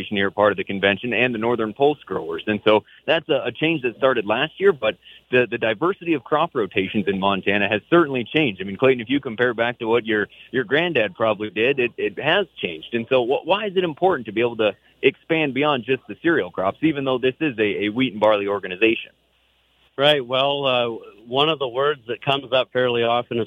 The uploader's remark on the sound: Northern Ag Network from MT Grain Growers Convention. At the annual Montana Grain Growers, from Great Falls.